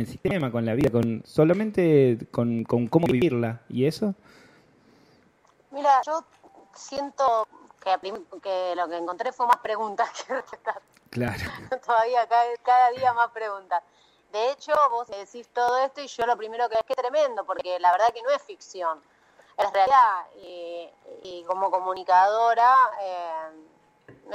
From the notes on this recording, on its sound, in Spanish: Charla Telefonica